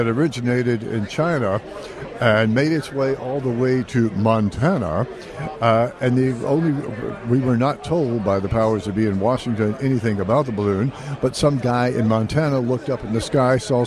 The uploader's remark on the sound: live from CPAC